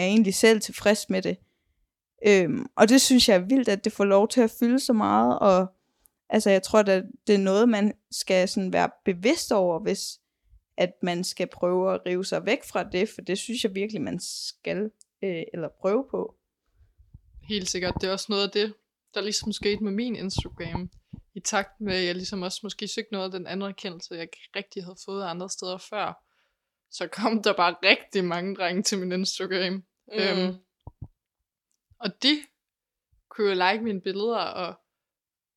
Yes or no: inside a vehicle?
no